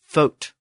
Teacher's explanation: the Old English word for foot was fote, with the o back vowel